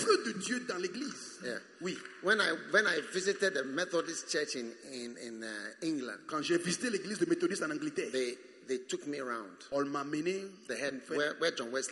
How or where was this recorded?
live audience